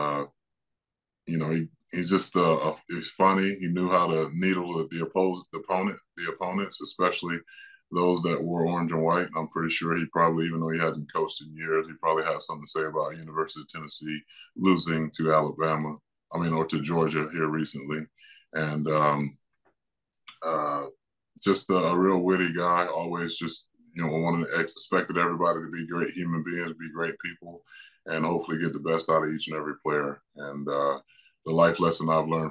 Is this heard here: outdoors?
no